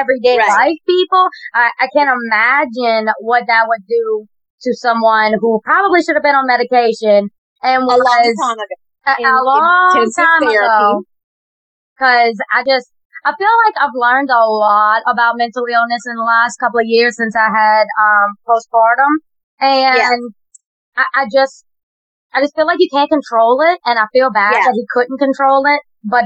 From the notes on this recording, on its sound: Excuse the audio, first timers here